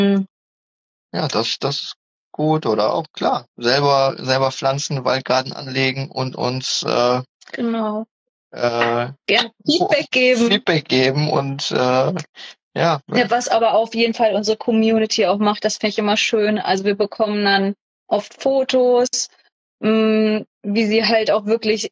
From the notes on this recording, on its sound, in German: auf Instagram-Live